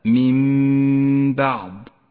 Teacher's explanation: الحكم الثاني هو الإقلاب من بعض، النون الساكنة وبعدها حرف الباء، تسقط النون من اللفظ ولذلك هي رمادية اللون، ونقف بغنة على حرف الميم لأنها تحتاج إلى غنة زمنها حركتان، أي تقلب النون الساكنة إلى ميم في حكم الإقلاب، أي هكذا من بعض.